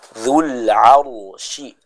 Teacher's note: Kita tebalkan bacaan huruf ra-nya.